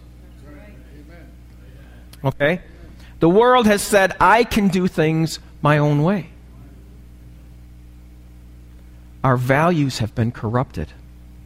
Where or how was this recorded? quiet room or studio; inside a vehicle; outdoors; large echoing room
large echoing room